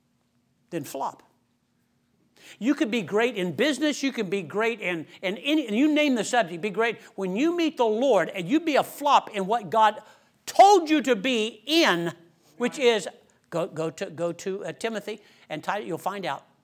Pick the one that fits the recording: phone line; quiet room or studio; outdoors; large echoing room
large echoing room